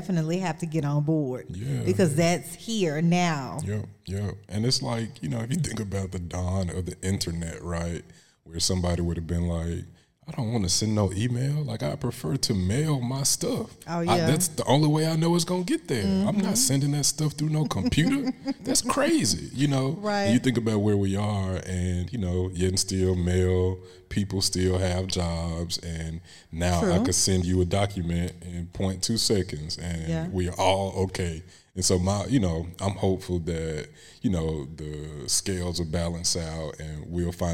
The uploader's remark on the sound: Recorded live at Cossitt Library.